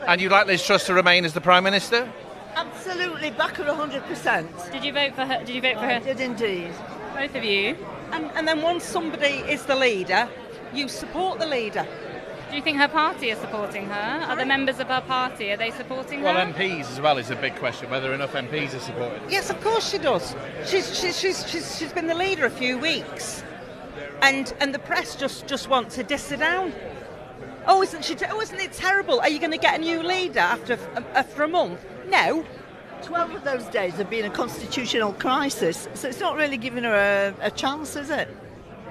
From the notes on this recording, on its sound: Is at the party’s conference in Birmingham.